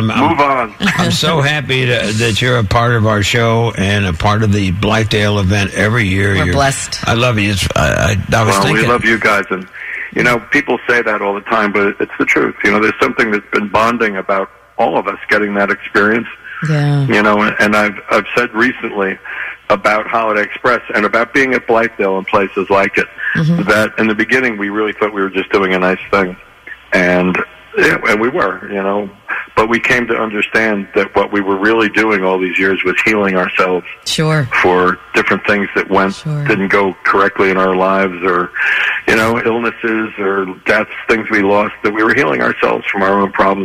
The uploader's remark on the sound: call in this morning